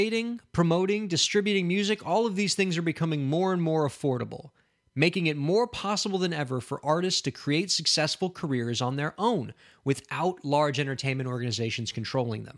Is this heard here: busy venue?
no